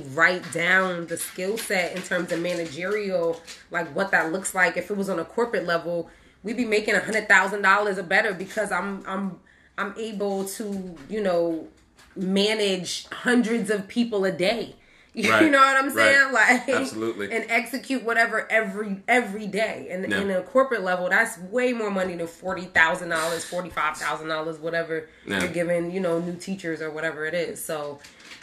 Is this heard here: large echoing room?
no